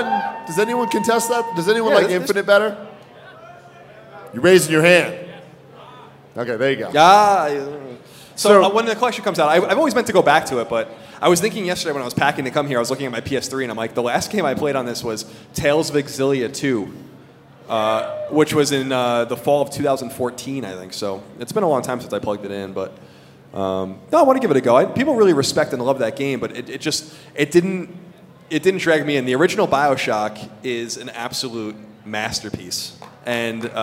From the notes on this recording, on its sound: PS I Love You XOXO Live in Denver - Road to Greatness Special. PlayStation podcast went to Denver to do a live show for PlayStation's Road to Greatness!